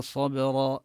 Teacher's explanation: وننتبه هنا لقلقلة الباء ونقف بالألف